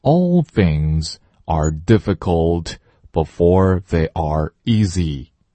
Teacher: 也不要忘记后面的 l,把舌尖顶到哪里？上齿龈